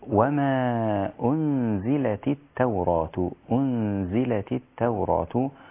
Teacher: الميم رقيقة أولا، لابد أن تظهر فيها صفة الاستفهام مع رقتها